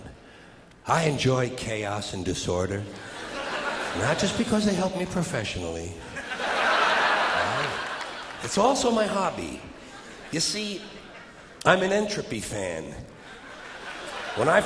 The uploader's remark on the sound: taped on April 24 and 25, 1992, at the Paramount Theater, on the grounds of Madison Square Garden in New York City